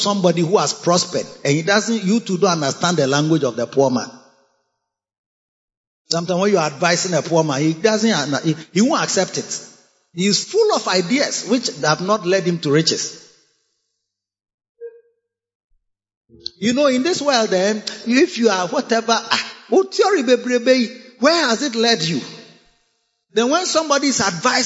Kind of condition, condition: setting, large echoing room